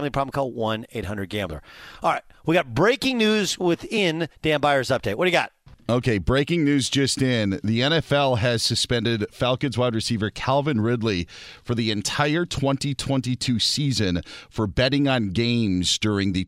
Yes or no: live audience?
no